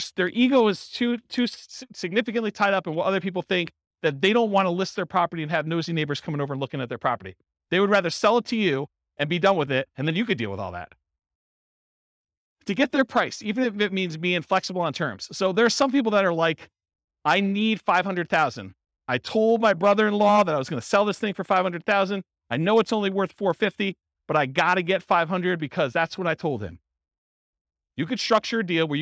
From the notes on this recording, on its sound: This was a live class recorded